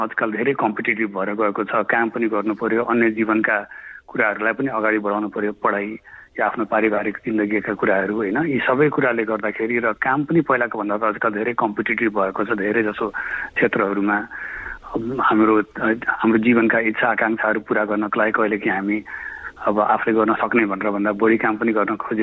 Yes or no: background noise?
no